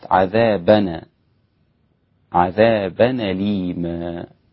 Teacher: نقلنا حركة الهمزة الفتح إلى الساكن قبلها التنوين · Term: النقل